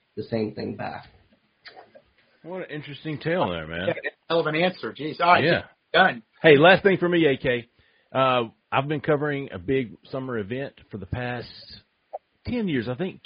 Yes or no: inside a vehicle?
no